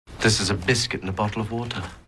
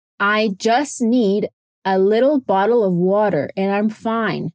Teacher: glottal stop, que soa quase como uma pausa ali no meio da palavra · Shown in: first take